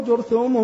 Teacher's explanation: جرثوم بضم الجيم والثاء المثلثة وإسكان الراء بينهما